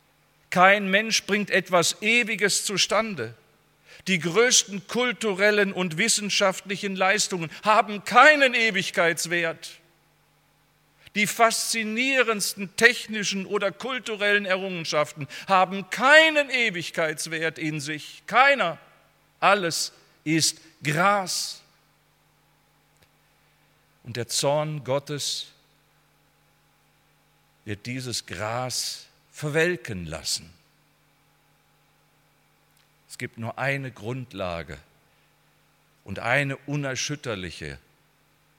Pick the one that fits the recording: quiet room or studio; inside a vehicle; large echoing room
large echoing room